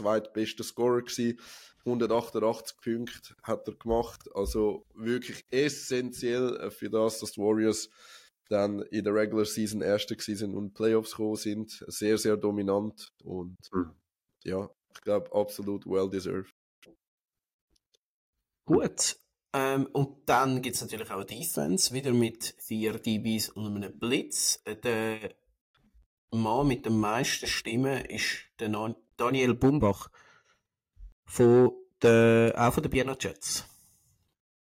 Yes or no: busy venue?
no